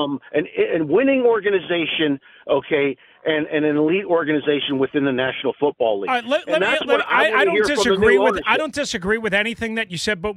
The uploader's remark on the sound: Back to the phone lines